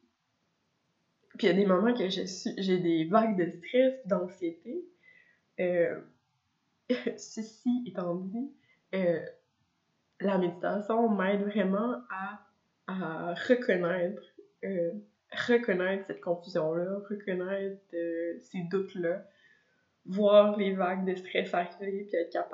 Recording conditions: poor microphone